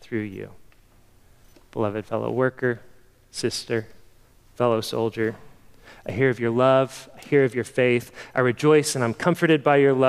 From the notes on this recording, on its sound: Sermon preached at the October 2022 meeting of Evangel Presbytery.